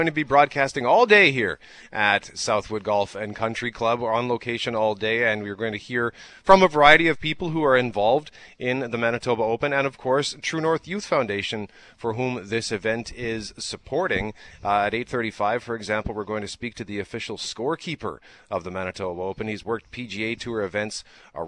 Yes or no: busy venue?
yes